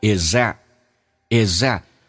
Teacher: 老外很偷懒，把 th 音去掉，叫做击穿，用前面的 z 跟后面的 a 形成个连音，叫做 is that, isthat。That 的 t 是不用发音的，因为一个元音加一个辅音结尾的话，后面辅音不用发，但是你去掉这个 t,你气流要阻塞一下，给它这样的一个空间，叫 that, that,就好像 did 跟 it 叫 did, did,不是 did, did, did,它有一个鼻音阻塞那个感觉。Why is that?